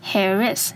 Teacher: Hair 的 R 跟 is 的 I 可以连在一起 Hair is 听起来有没有像是一个人的名字 Mr. · Term: 连音